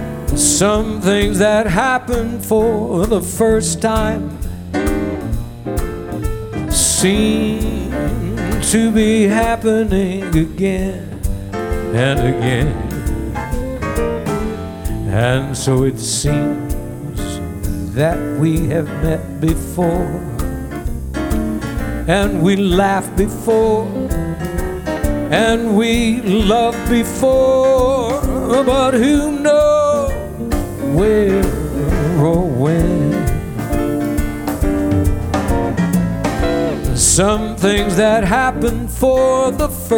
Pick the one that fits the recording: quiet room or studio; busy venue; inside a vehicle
busy venue